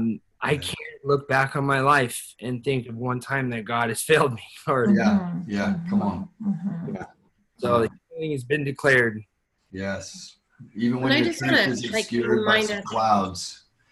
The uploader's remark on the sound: LWRV Zoom Church